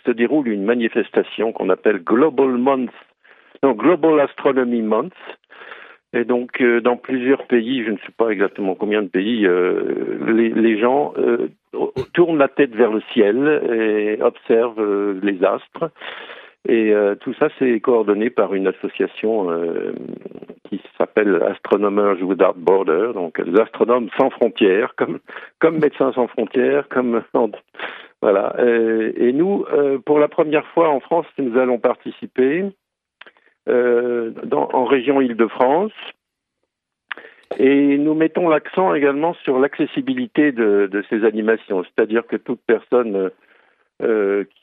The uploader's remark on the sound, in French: par téléphone